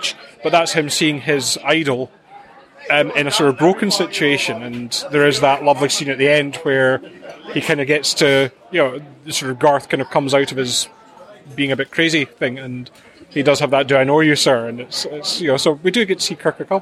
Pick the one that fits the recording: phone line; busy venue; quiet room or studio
busy venue